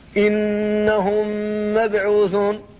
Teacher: فهذا إدغام شفوي تدغم فيه الميم الأولى وهي الساكنة في الميم الثانية وهي المحركة، سواء كان هذا في كلمتين كما هنا أو كان في كلمة واحدة، فكل ذلك إدغام شفوي.